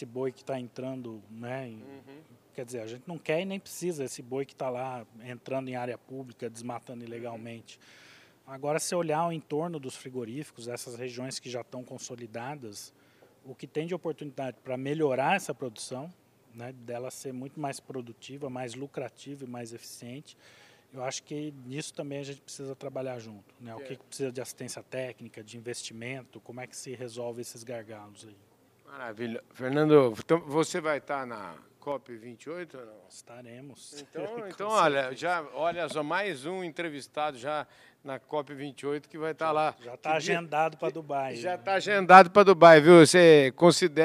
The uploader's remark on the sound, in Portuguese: prosa gravada durante o “Diálogos Boi na Linha”, evento promovido pelo Imaflora